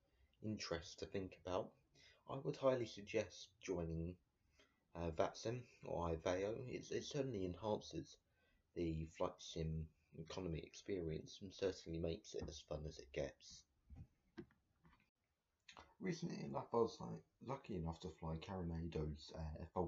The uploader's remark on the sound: I apologies now about the audio quality I still need to set up a place to record!